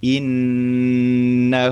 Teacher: Innahu nun tasdid, pastikan dia dalam keadaan mendengung dan juga lama.